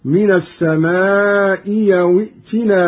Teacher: قرأ قالون بإبدال الهمزة الثانية ياء هكذا